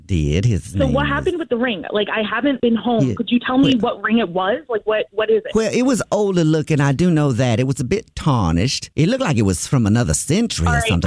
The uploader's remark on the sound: Phone Prank